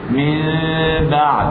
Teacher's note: يبقى جه حرف الميم اتوسط بين النون والباء، اخذ من النون الصفة واخذ من الباء المخرج